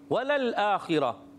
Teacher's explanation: خا کو تو باریک کریں گے نہیں، حرف مستعلیہ سے باریک نہیں کریں گے